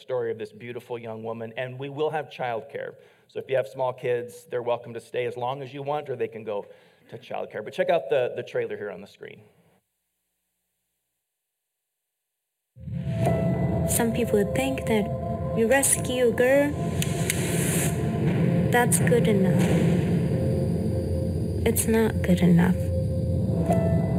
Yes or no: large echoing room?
yes